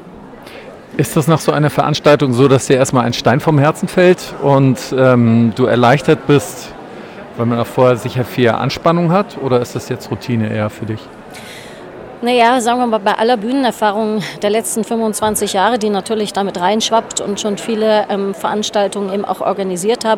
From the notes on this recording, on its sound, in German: Aufgrund des umfangreichen Schatzes an Mitschnitten des Bühnengeschehens und Interviews am Rande der Veranstaltung habe ich einen Zweiteiler aus diesem Event gemacht. Pauseninterviews mit Zuhörern.